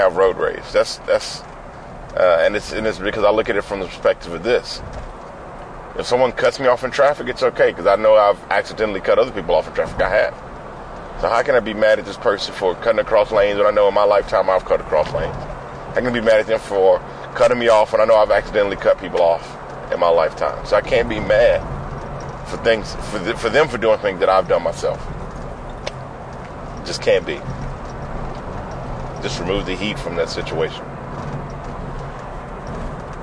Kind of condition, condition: setting, inside a vehicle